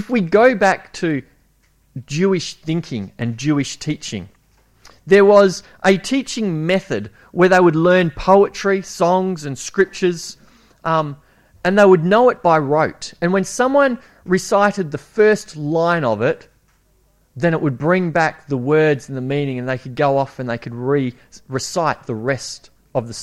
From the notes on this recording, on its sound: It was preached at Esperance Church of Christ on a monthly basis from August 2015 - April 2017.